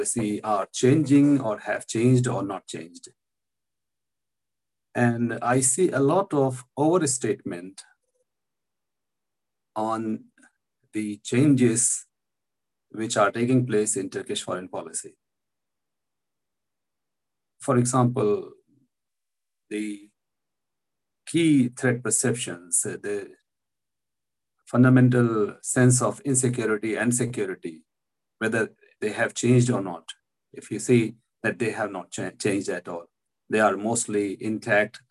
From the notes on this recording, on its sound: This public talk was conducted online via Zoom